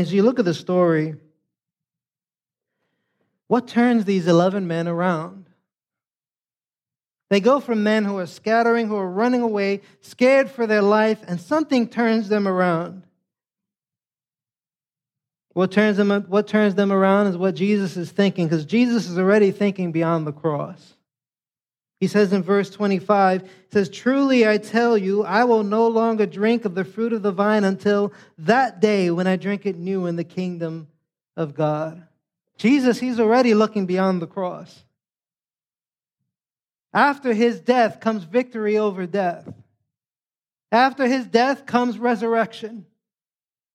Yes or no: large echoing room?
yes